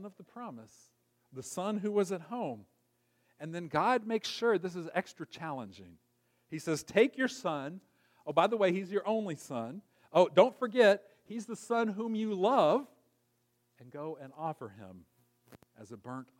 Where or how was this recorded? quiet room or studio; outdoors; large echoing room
large echoing room